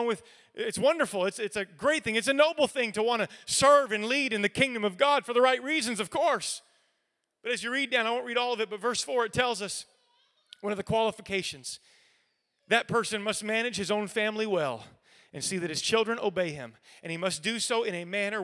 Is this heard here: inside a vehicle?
no